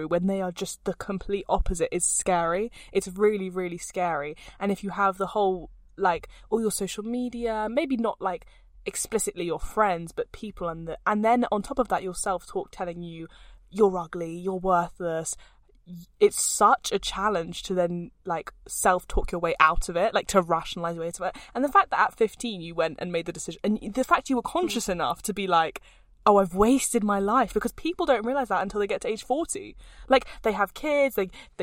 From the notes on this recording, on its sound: we are broadcasting straight from the car